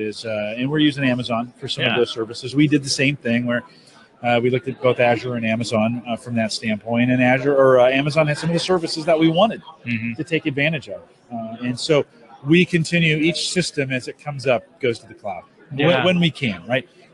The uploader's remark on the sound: Live from Infotec 2016